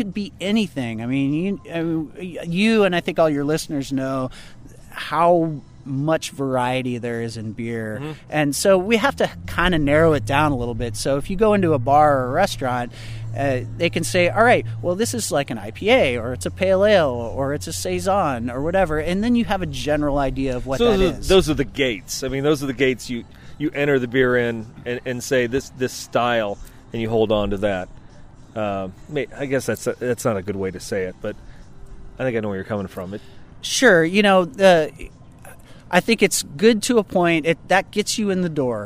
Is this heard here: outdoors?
yes